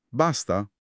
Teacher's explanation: Se pronunci basta, facendo salire la voce verso la fine, con un tono aperto e interrogativo, disarmi tutta l'aggressività. Diventa una conferma garbata. · Term: l'intonazione